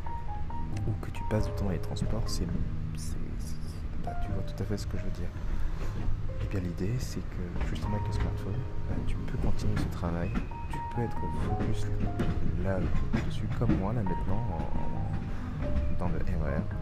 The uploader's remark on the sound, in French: Un épisode enregistré dans le RER